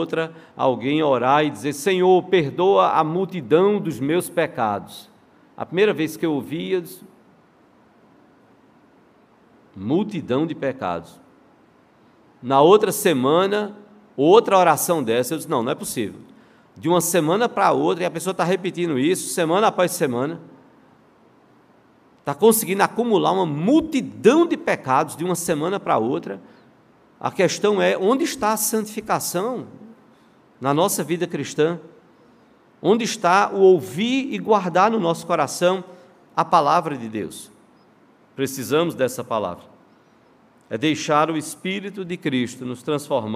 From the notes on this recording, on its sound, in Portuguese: no culto presencial e transmitido ao vivo